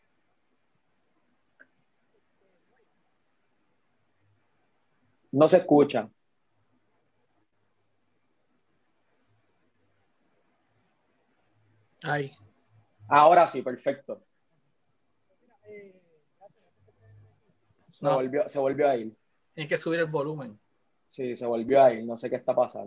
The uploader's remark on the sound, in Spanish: a través de la plataforma Zoom